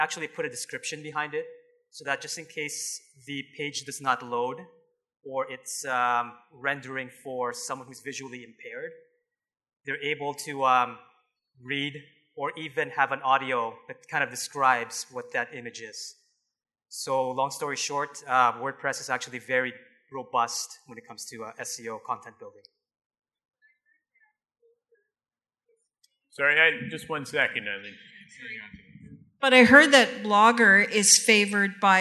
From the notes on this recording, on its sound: Live Broadcast at the The IPBC IGNITE Conference.